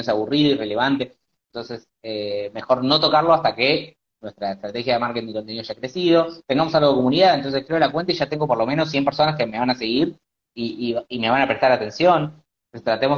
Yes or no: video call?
yes